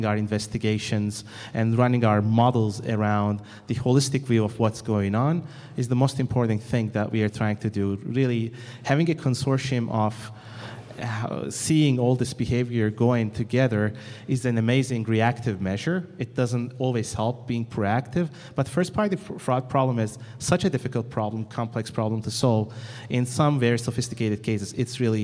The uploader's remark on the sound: This recording is from Fintech Nexus USA held at the Javits Center in New York City. From the Fraud Fight Club Track, sponsored by Mastercard.